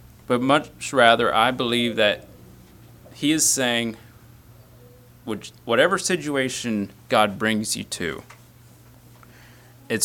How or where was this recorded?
large echoing room